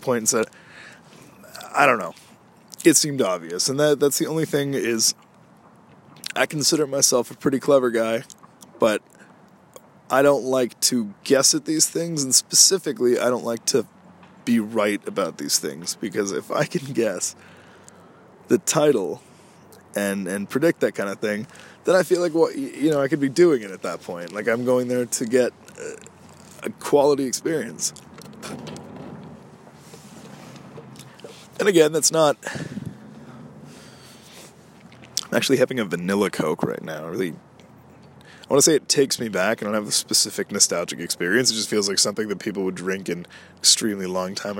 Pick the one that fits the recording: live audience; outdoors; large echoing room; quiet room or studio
outdoors